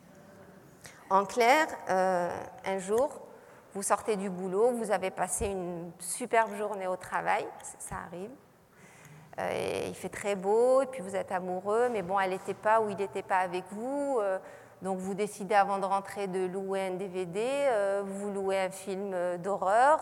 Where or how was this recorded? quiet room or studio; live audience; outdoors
live audience